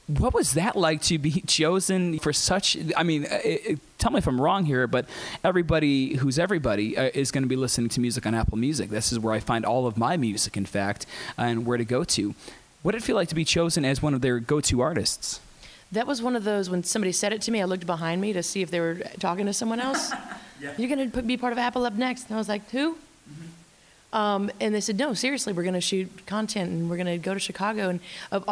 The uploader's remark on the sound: Live at Chicago’s Apple Store before her intimate Apple Music’s Up Next Live performance.